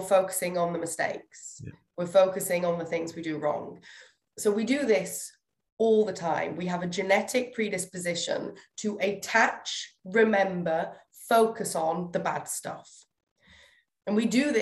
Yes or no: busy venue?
no